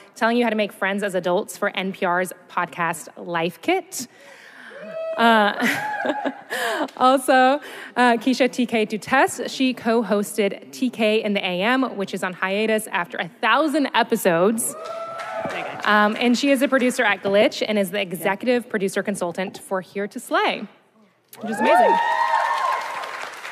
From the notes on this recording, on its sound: We recorded this episode live onstage at Werk It, the women’s podcasting festival from WYNC Studios, earlier this month at the Ace Hotel in Los Angeles.